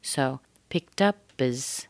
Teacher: It sounds like a schwa plus a Z.